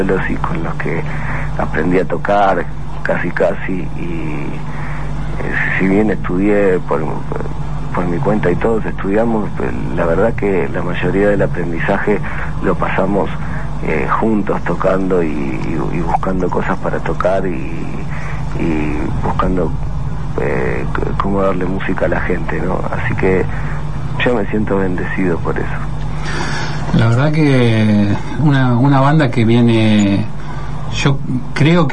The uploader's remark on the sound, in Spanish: En el mismo realizamos dos entrevistas telefónica. América - BA - Argentina.